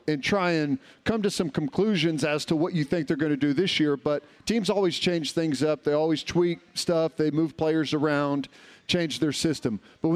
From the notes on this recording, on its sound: the Huddle Reloaded LIVE form Rudy's